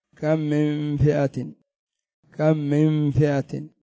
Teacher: يعني تنطق الميم الأخرى مشددة وتدغم الميم الساكنة فيها · Term: إدغام مثلين